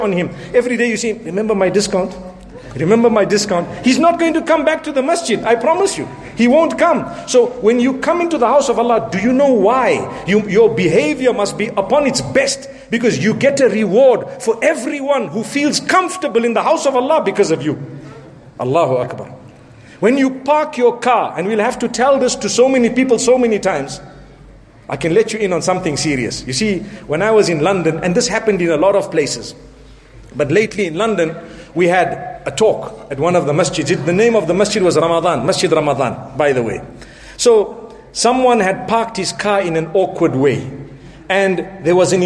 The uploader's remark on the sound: Jumu’ah Lecture prior to Ramadan 1437H from Bosmont Masjid in Johannesburg, South Africa.